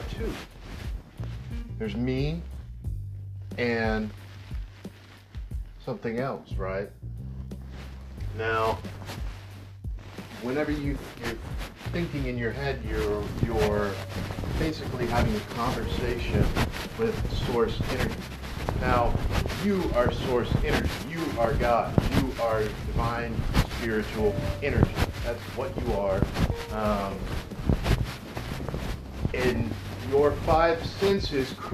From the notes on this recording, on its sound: Sorry for mic interference. Used airpods instead of lapel mic.